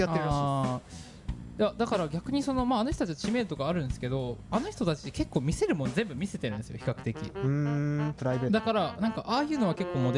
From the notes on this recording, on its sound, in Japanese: 公開収録後編。ラジオのグループ展「アナログ」にて行われた公開収録の模様です。